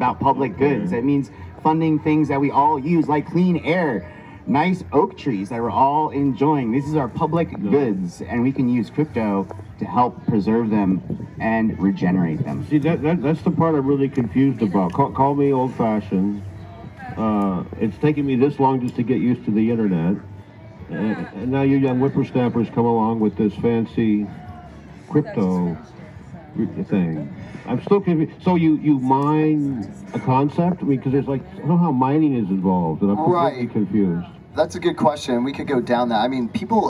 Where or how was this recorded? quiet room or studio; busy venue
busy venue